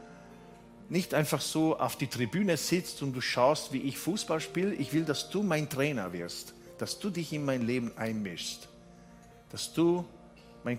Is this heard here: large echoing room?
yes